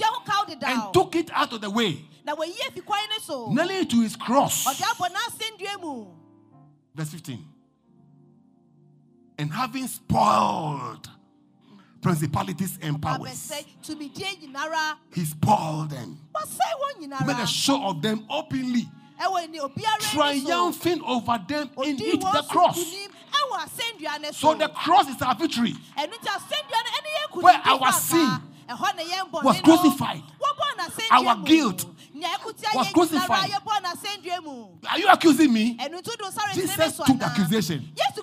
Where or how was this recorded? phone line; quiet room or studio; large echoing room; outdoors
large echoing room